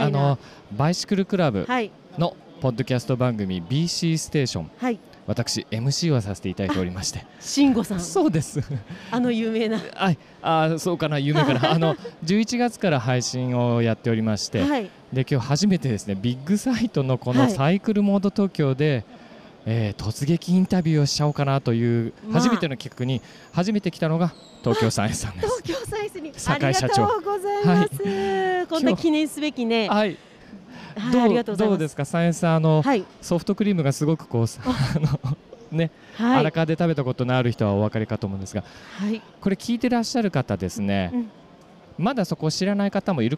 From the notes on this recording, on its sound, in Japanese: サイクルモードTOKYO2023特集。初の突撃ブース訪問 音で楽しむサイクルモード。収録地：東京ビッグサイト サイクルモード東京2023 会場内。